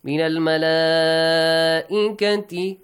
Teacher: Malaika mad is wajib. Stretch it for six counts.